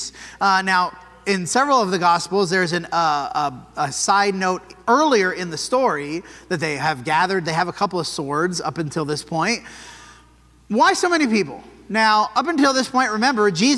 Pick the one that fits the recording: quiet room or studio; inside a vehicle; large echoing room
large echoing room